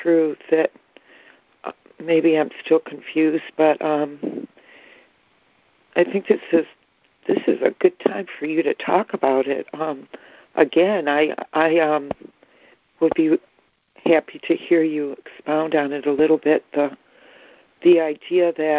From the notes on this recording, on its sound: ACIM Daily Conference Call.